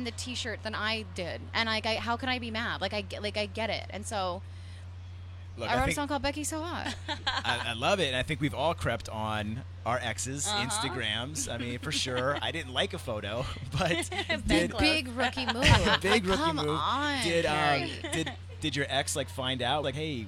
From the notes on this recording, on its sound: The MIX is live backstage at Lollapalooza 2022!